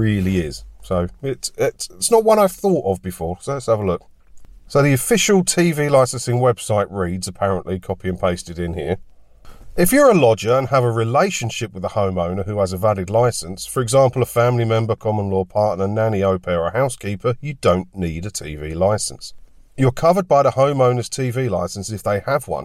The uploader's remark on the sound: Join me for a chat in my car today